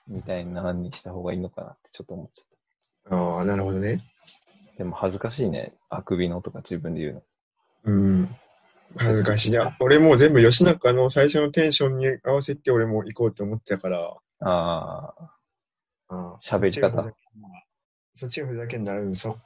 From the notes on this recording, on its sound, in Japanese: リモート録音なので音質はそこまでよくありません。